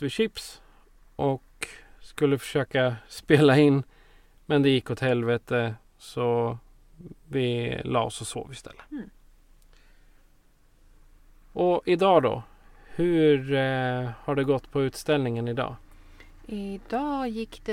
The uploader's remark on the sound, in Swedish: On The Road i en Husbil. I appen Podbean som vi använder för att spela in avsnitten on the road finns en light-version av en soundboard där fåtal slingor ligger inne. Därför hör ni lite musik i början och slutet av avsnittet.